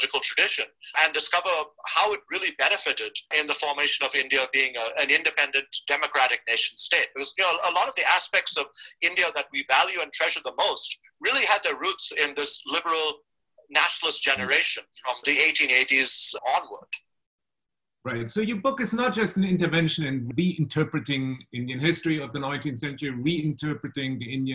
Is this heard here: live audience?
no